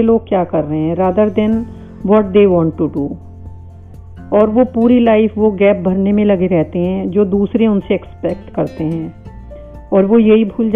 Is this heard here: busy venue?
no